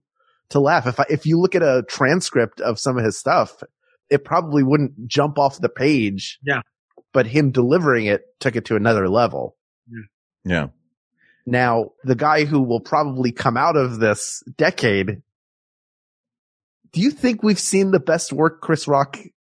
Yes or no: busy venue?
no